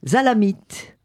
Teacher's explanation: on prend la fin de l'article et on pense que ça fait partie du mot total · Term: La liaison